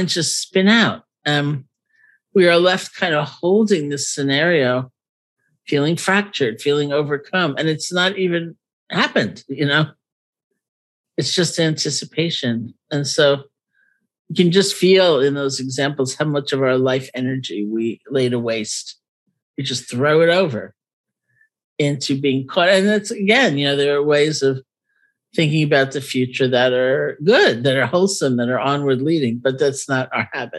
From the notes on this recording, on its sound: Today’s episode was recorded as part of the Ram Dass Fellowship’s regular online gatherings.